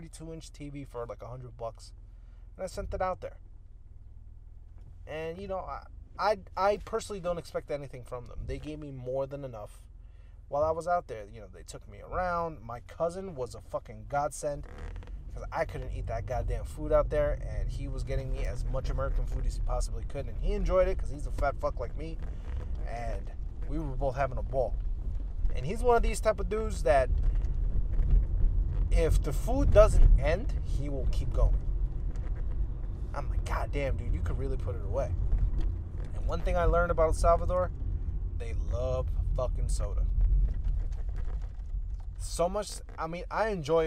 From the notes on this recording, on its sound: Episode 2 in my car.